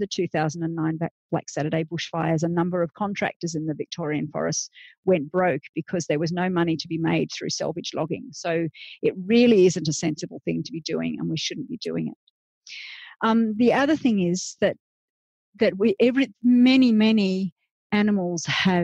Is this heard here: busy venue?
no